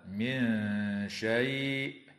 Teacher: وتخفى النون الساكنة عند الشين مع الغنة مرققة